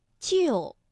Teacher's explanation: 四声的调值是五幺